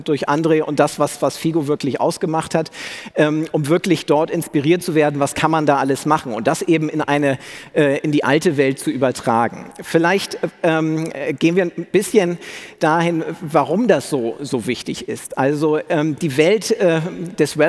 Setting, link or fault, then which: setting, busy venue